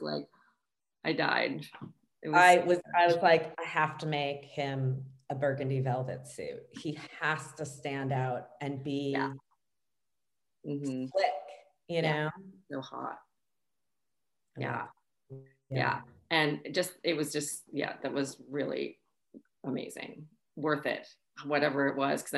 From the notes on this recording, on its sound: An all new zoom home edition episode.